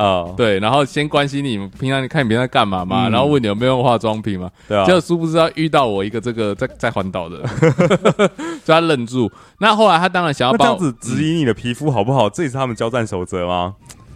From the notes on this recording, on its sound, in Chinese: 錄音地點:桃園中壢健身房-氧氣肌地